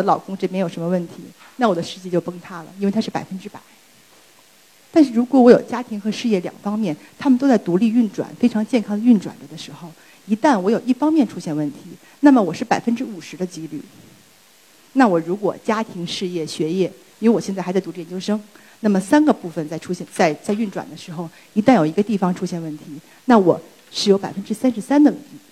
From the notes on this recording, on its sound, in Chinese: 今天在一刻演讲的舞台上分享我的故事。